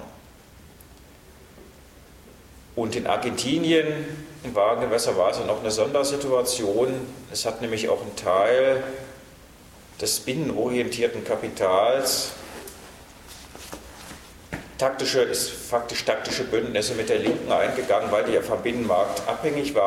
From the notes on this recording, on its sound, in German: Mitschnitt vom 17.12.2011 aus dem Forum Stadtpark, Graz. Workshop.